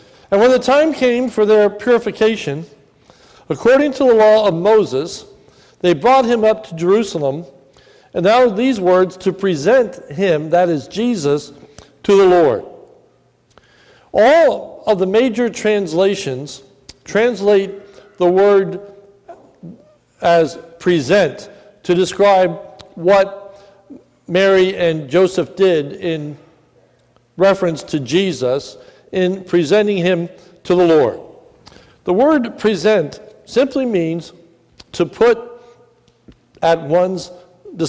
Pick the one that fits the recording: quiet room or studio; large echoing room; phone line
large echoing room